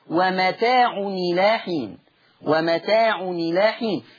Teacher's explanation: تحذف الهمزة للتخفيف ونكسر التنوين لأن حركة الهمزة الكسر، ومتاع إلى حين، ومتاع إلى حين.